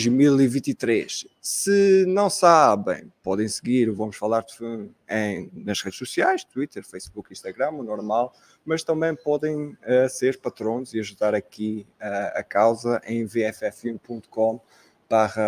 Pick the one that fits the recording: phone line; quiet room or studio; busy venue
busy venue